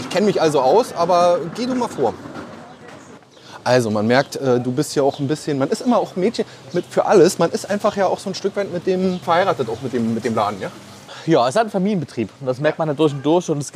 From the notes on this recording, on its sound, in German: der diesmal direkt im Karls Erlebnis-Dorf in Rövershagen aufgenommen wurde